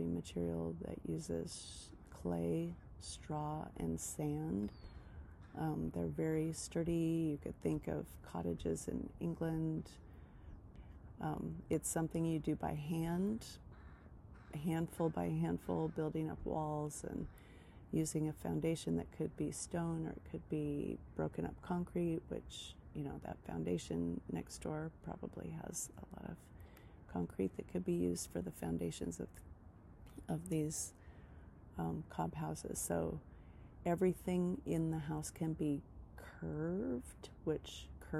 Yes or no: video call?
no